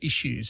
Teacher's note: We put a sh instead of s sound. And we know from spellings in the 1500s, spellings like ISHOO, issue.